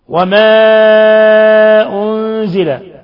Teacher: الانفصال حرف المد عن الهمزة في كلمة أخرى، يمد من 4 إلى 5 حركات. أنزل، نون ساكنة جاء بعدها الزاي، حكم التجويد إخفاء حقيقي. · Term: مد منفصل